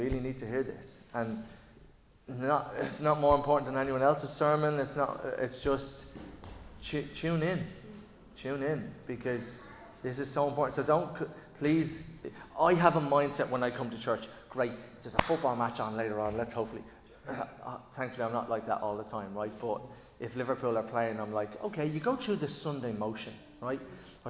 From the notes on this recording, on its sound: Recorded live in Liberty Church on 27 August 2023.